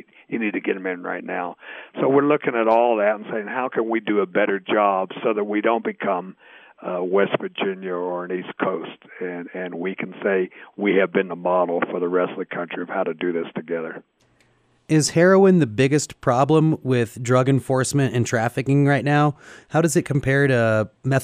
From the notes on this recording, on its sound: joined us on the phone